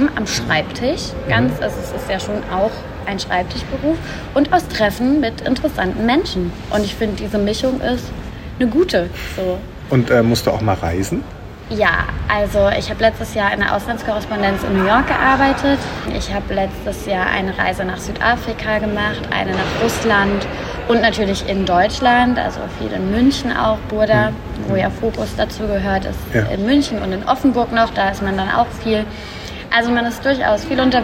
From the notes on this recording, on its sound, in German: Das Mikro hat NIX aufgezeichnet. Zum Glück lief noch das iPhone als Backup mit. Die Qualität ist also mäßig.